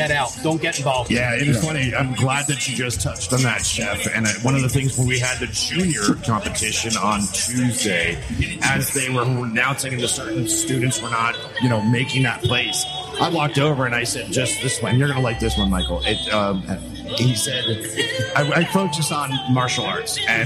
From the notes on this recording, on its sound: Live From The World Food Championships.